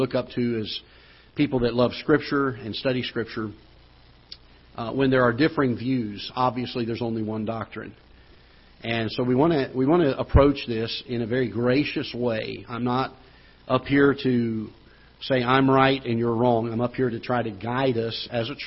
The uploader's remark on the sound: Ketha Heights Baptist Church ~ Live Broadcast